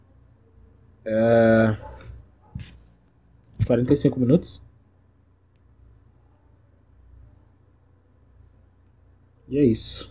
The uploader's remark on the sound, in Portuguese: espero que não se incomodem com os barulhos externos